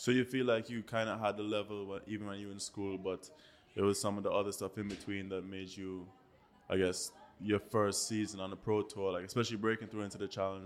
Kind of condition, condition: setting, busy venue